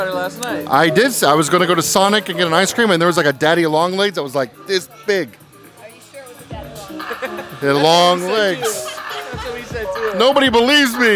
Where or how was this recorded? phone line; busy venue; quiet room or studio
busy venue